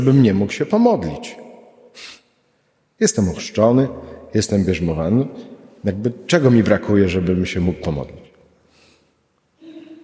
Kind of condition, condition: setting, large echoing room